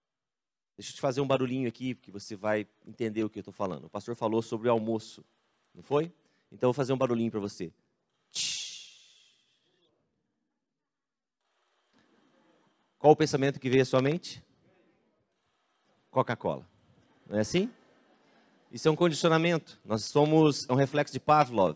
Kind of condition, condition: setting, large echoing room